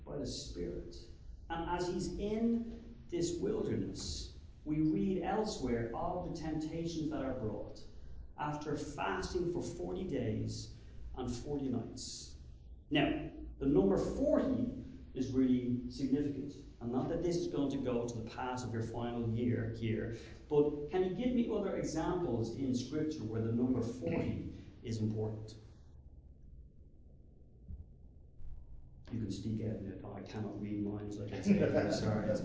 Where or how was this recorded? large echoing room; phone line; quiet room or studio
large echoing room